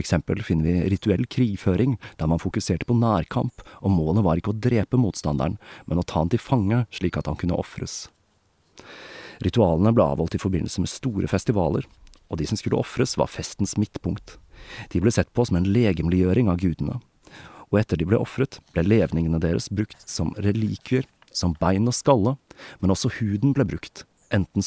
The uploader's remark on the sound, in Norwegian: som er tatt opp utendørs i solskinnet